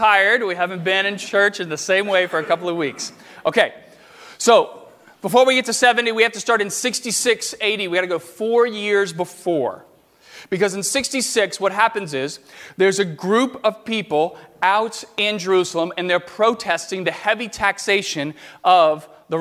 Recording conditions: large echoing room